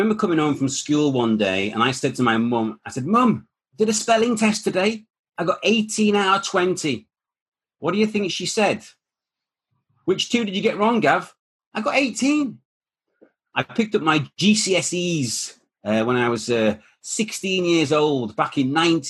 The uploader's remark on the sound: the webinar that this podcast has been sourced